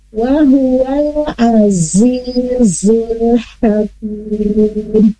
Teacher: pastikan lagi lidah ujung sejajar gigi seri bawah dan ada sifat sofirnya. · Term: zai